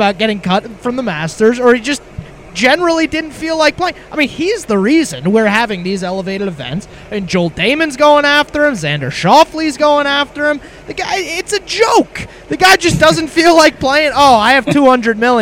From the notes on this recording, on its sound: LIVE from Terry Thompson Chevrolet!